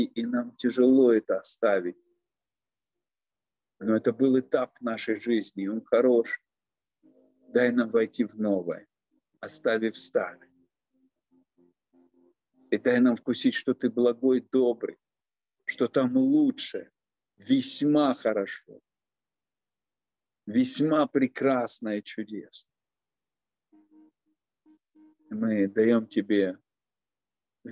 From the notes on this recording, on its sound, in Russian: Zoom-встреча с командой